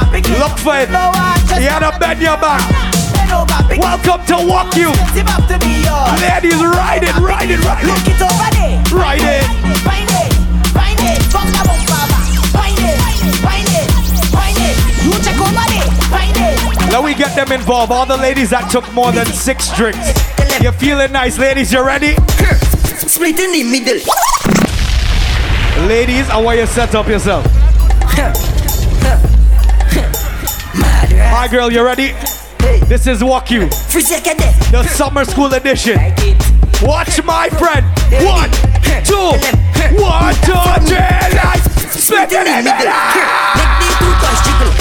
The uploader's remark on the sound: LIVE AT WUK U SUMMER SCHOOL!